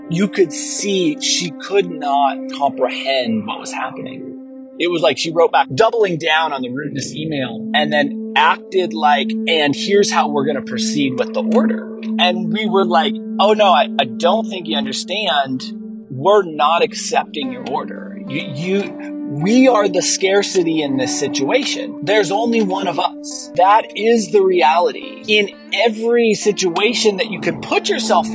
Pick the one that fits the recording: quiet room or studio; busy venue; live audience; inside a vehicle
inside a vehicle